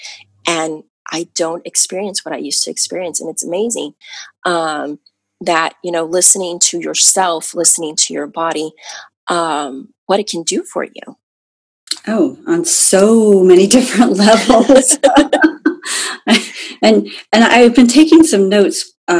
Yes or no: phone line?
no